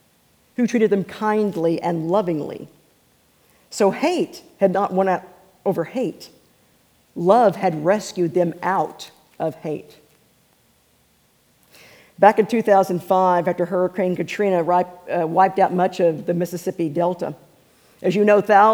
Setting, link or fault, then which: setting, large echoing room